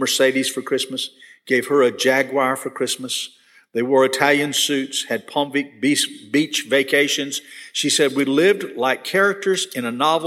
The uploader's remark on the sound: This session was recorded at First Baptist Church Hendersonville, NC on August 10, 2022.